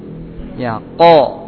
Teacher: Itulah makhraj huruf qaf. Jadi pangkal lidah dengan langit atas yang lentur.